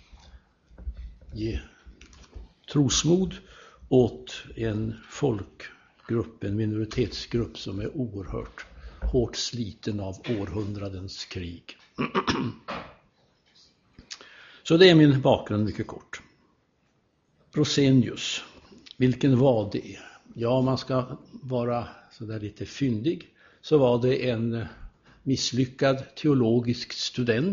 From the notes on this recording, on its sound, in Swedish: Inspelad i Buråskyrkan, Göteborg